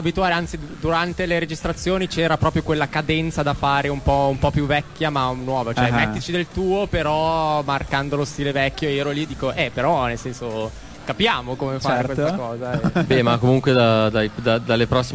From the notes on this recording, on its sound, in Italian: A Bassa Fedeltà On Air in diretta prima del live al Filandone Sounds Good.